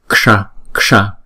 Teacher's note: Cái chữ ksha này nè là có chữ ka đó đó, ksha, ksha. Chữ s có dấu nặng này chúng ta phải đọc là uốn cong lưỡi lại và búng ra